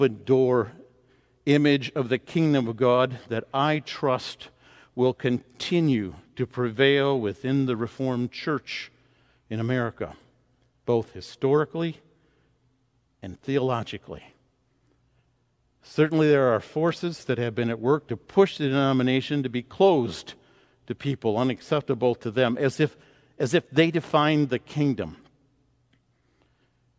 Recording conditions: large echoing room